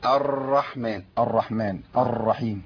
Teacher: في رأت اللسان بيرتعد فيها أكثر من الذي. فيها تكرير.